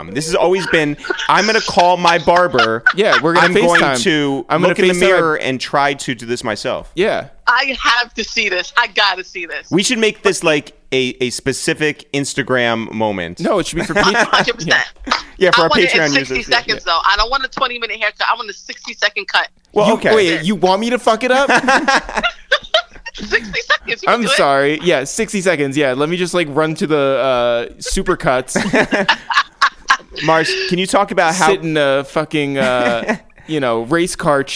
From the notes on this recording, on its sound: We make calls from our Upper West Side apartment. Then we call down to New Jersey. Finally, we dial out to the Hamptons.